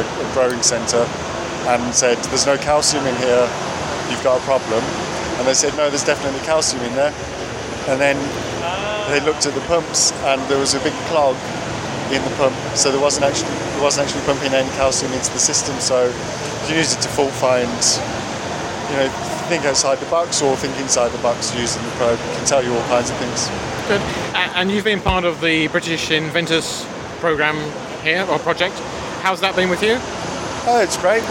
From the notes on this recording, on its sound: CleanGrow’s Nutrient Analyzer at Gadget Show Live. Tells me more about it at Gadget Show Live.